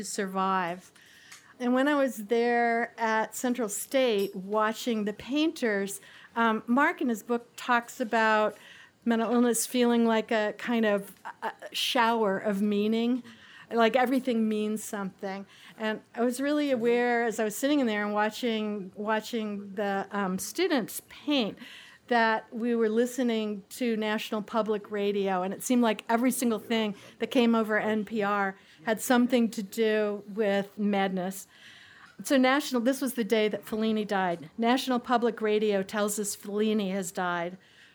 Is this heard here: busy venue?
yes